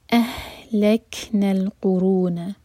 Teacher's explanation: اہ ہا سینے سے اور کیف ساکن پر ہمس سانس جاری رکھیں گے